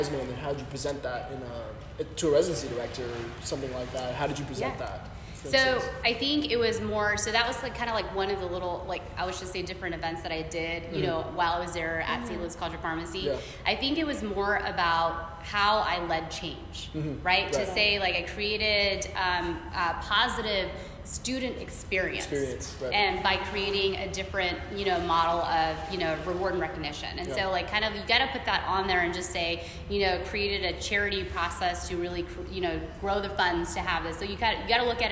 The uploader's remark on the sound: We recorded our podcast here, so thank you to Baylor Scott & White for being so accommodating. Sorry about the echo!